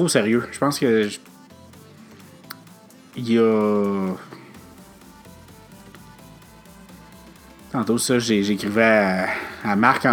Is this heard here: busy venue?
no